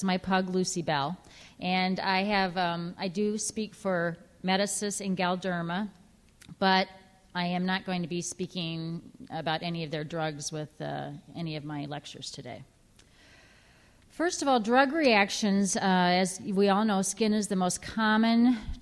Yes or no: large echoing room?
yes